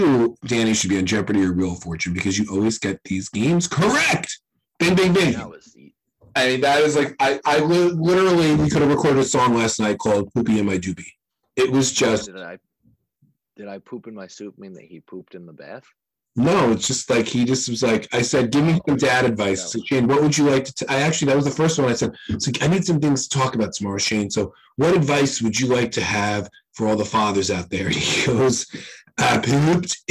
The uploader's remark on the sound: The One With the Bad Audio.